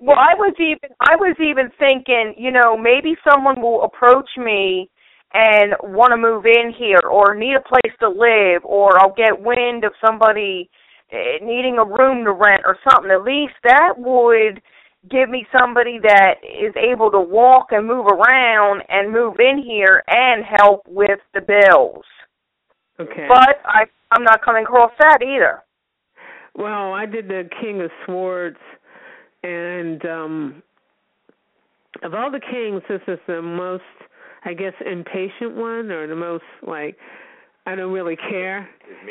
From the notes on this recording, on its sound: Open the phone lines.